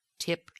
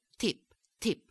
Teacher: Now, these are sometimes called the Italian dentals, because right along with the resonance and the rhythm, the tongue is going to thrust and hit on the teeth, lower down on the teeth instead of on the gum ridge. So you have a bit of a more dental T. · Shown in: second take · So instead of tip, you get tip, tip.